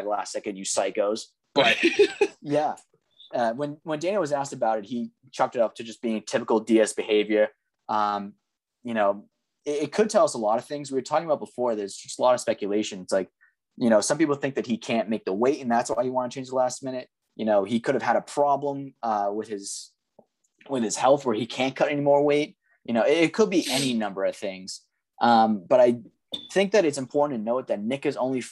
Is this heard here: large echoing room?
no